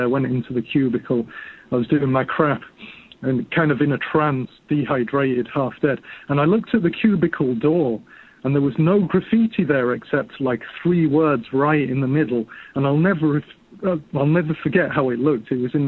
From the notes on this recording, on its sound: Phone calls and listener email.